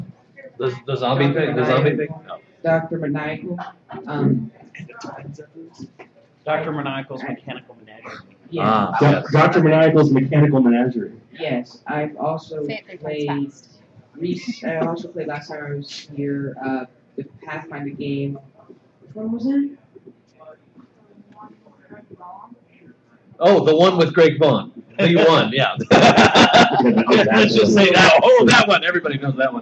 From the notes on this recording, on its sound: Live From Reapercon 2013. Broadcast live from the floor of Reaper Tower, site of Reapercon 2013.